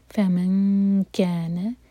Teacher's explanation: یہاں پر کیف کے لیے اخفاء، کیف کے لیے ہماری زبان پیچھے سے اٹھتی ہے تو اسی طرح کرنا ہوگا.